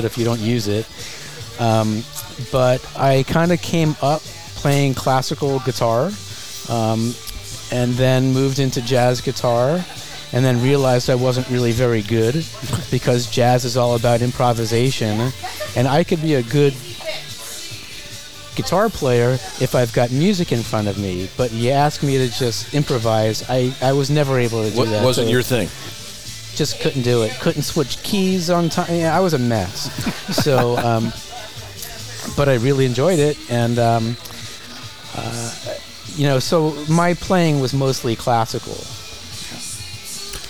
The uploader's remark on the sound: Recorded live at the center of the Coachella Valley, Skip Paige’s Little Bar .